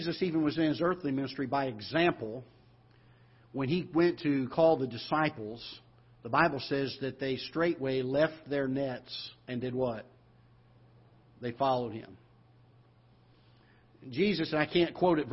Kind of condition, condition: setting, large echoing room